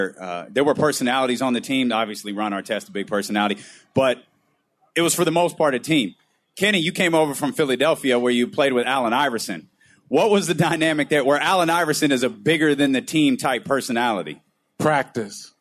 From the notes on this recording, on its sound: Live At Sports Fest.